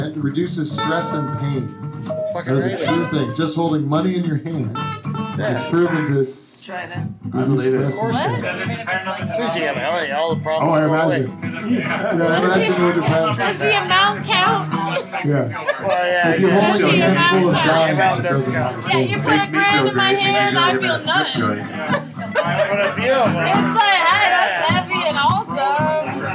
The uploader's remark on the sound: Live From Orangeville!